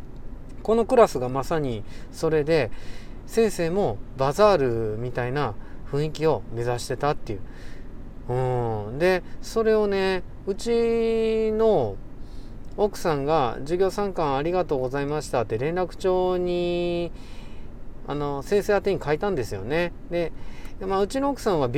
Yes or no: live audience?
no